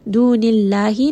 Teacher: name of Allah here is going to be light because the letter before has a kasra